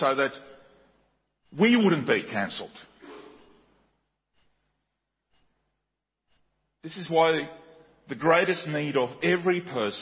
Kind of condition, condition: setting, large echoing room